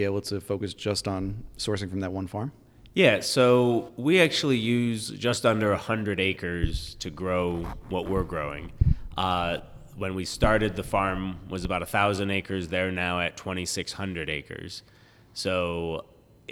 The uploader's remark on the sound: Live at Black Button Distillery! Live from New York it's Black Button Distillery! This is recorded live, on-site, before any production had started.